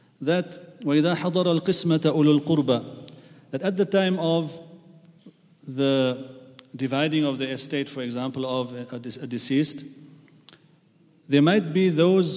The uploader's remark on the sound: at the Houghton Masjid (West Street)